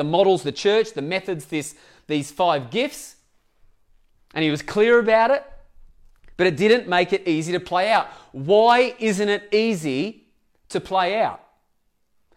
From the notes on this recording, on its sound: Echo Church Melbourne